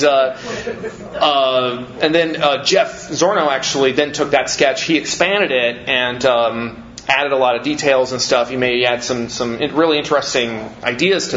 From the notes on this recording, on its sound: Live from G-Fest 25